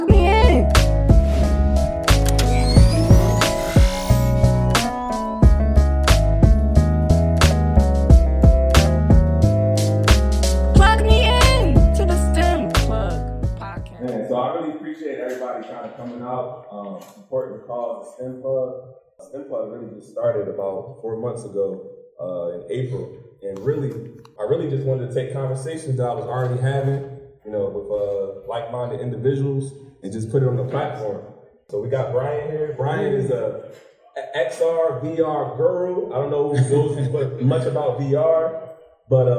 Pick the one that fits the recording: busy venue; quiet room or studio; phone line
busy venue